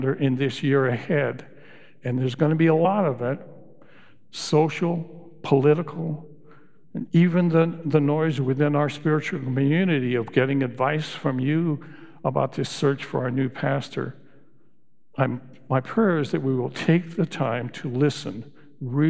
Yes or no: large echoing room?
yes